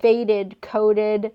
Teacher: if you have a verb with a final D consonant sound, then for the past tense, you're going to have to add an extra syllable.